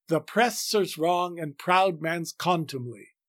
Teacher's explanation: Technically here, the ly syllable at the very end takes not a full stress, but a secondary stress.